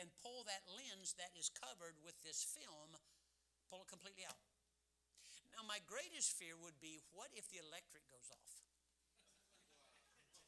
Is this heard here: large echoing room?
yes